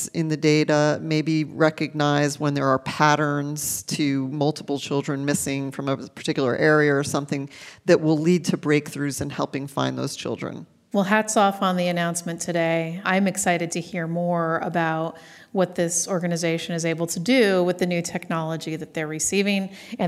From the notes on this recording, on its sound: joins us live from HPE Discover 2017